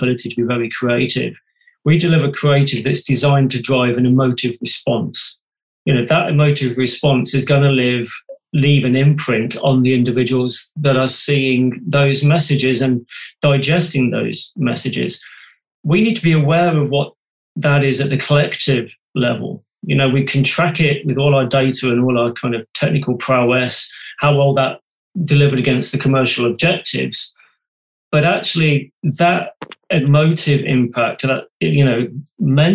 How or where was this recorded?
video call